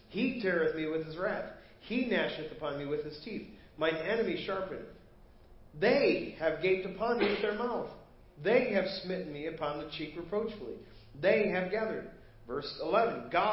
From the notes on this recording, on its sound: Preached at First Baptist Church of Hazel Park